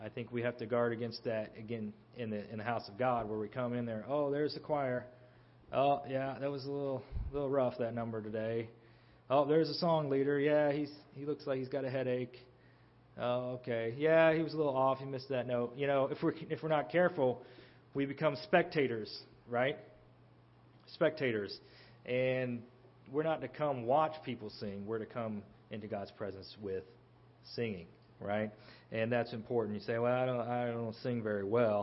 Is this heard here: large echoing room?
yes